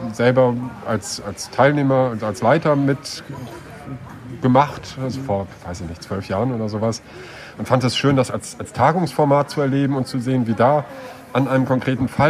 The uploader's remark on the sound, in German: Vor Ort: TURN-Tagung 2022 in Kiel.